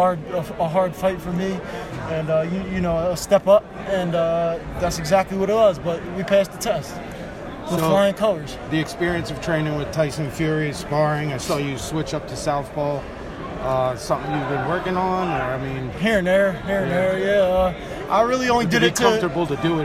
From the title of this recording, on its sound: Post-Fight Press Conference